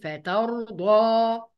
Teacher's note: الضاد مفخمه، يبقى الالف اللي وراها كمان مفخمه، فهنقول فترضى، هكذا.